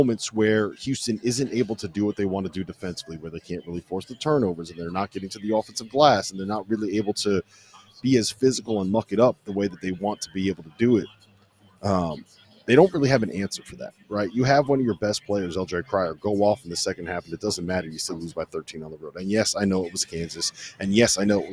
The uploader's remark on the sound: LIVE from Rupp Arena, Chapel Hill, AND Phog Allen! LIVE from arenas around the country.